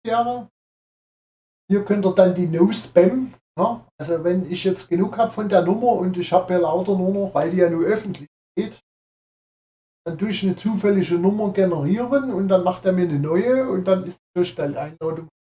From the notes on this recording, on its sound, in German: Für den Ton bitte ich um Entschuldigung.